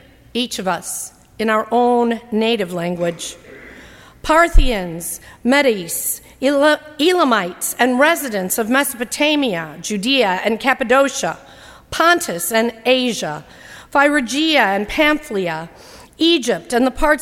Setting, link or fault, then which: setting, large echoing room